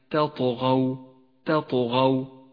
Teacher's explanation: لاحظ صفة القلقلة لحرف الطاء في كلمة تطغوا